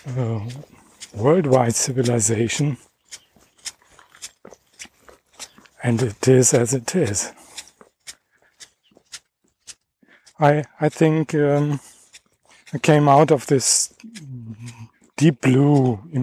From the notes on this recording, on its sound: Dog Walk. I am walking and talking about the schizophrenic summer 2018 in Germany.